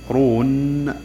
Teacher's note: النون في آخر الكلمة هذه متوسطة بين الرخو والشديد